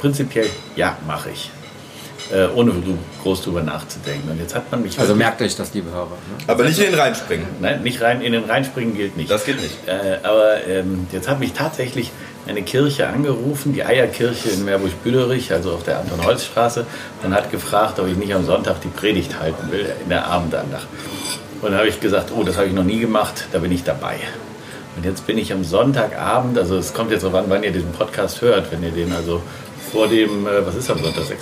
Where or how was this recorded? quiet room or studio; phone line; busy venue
busy venue